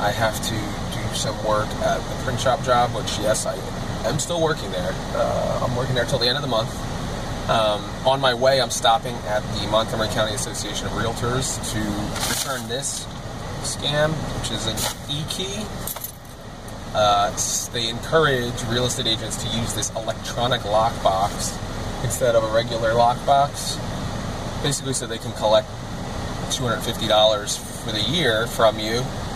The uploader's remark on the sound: I spend a lot of time in the car (as usual) driving to my various income-generating endeavors.